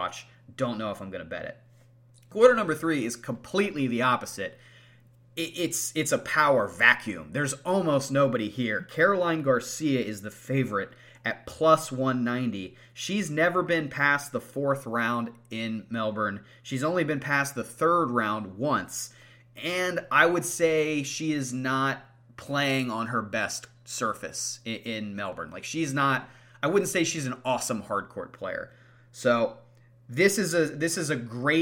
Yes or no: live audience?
no